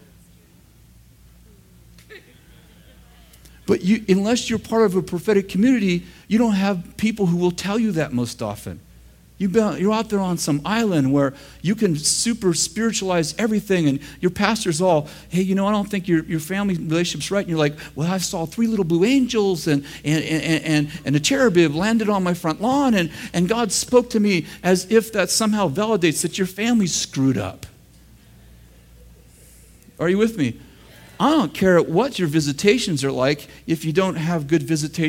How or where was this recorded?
large echoing room